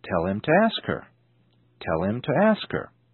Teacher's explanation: It's important to accustom yourself to the dropped H sound in sound linking.